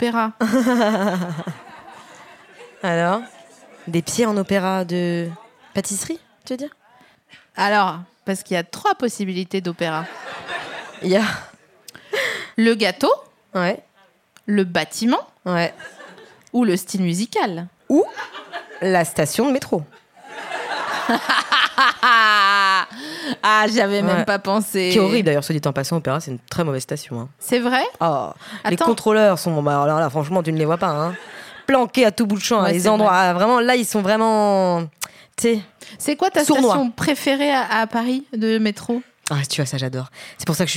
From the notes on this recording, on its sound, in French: Cet épisode a été enregistré le 6 juillet 2019 à La Nouvelle Seine (3 Quai de Montebello, Paris 5e).